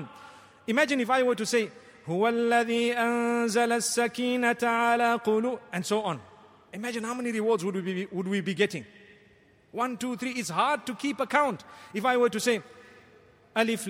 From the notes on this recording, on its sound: Delivered at Tuanku Mizan Zainal Abidin Musjid.